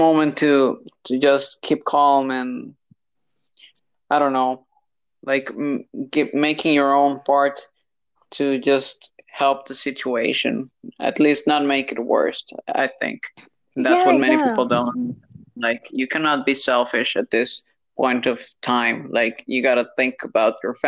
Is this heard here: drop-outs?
yes